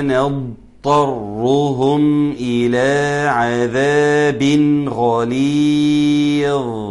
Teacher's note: لازم الضاد الأول، أسمع الضاد ثم الطاء